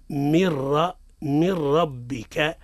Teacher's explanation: حكمها الإدغام من غير غنة، ندغمها وما نغنوش ده، ما نقولوش من ربك، هذا خطأ، الصواب هو من ربك.